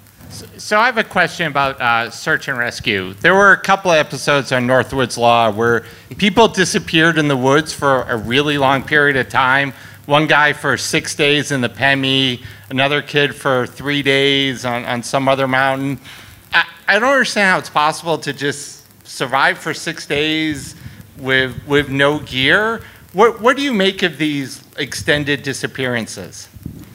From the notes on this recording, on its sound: Live Show at Reklis Brewing. Live from Reklis Brewing Company.